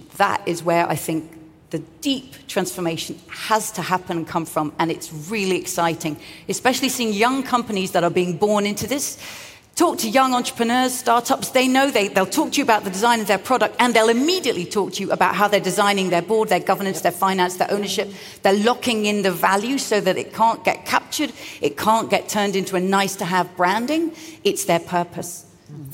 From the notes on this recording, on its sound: Recorded at Summit 22. This is first in a series of podcast episodes recorded at Summit 22 — the Ellen MacArthur Foundation's flagship annual event — which brought together business leaders, policymakers, innovators, and global changemakers.